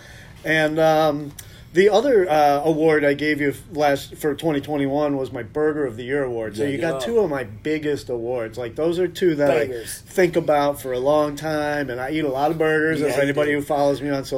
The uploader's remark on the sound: For the first time ever, I went into the field to record the podcast on site. At The Odditorium.